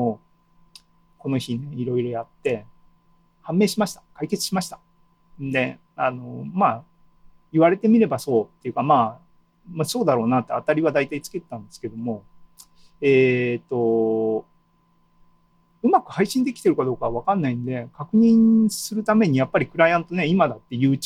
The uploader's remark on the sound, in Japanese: ２０２２年７月２７日に開催した ZOOMライブの模様です。